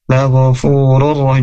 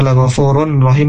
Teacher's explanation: Nah, huruf ra, huruf rur rahim ini idgham bila gunah, tanpa gunah huruf tanwin domah, tanwin domahnya masuk ke huruf ro yang kedua · Shown in: first take